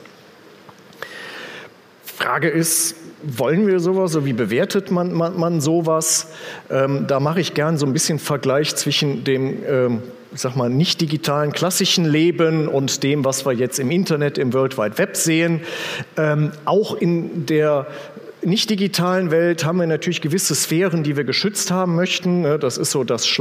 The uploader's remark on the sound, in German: Auf dem Magenta Security Kongress 2018.